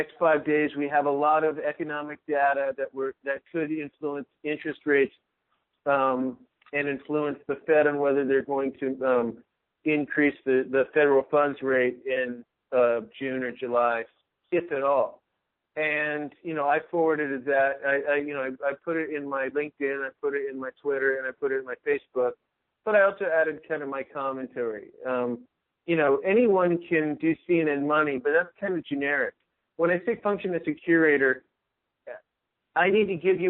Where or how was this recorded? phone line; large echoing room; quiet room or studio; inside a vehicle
phone line